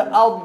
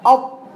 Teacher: ركز وانت بتقرا ولض طرف لساني داخل مخرج الطاء، بدليل لو قلت اض وبعدين قلت بعدها اط هتلاقي نفس المكان